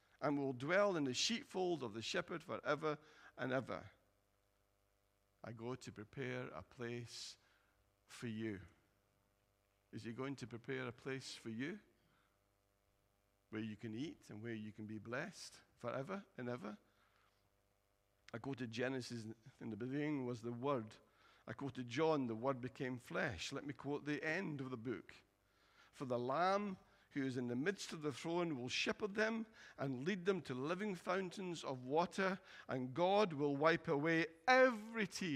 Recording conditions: large echoing room